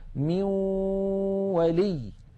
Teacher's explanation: لاحظوا بأن الجزء اللساني في النون انعدم وتحول إلى واو، وأن الغنة قد بقيت · Term: الإدغام بغنة